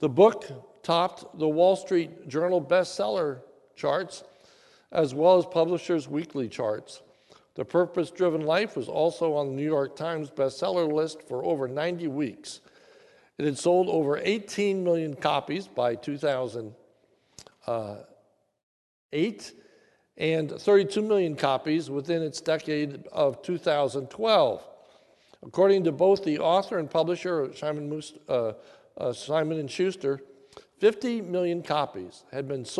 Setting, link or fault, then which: setting, large echoing room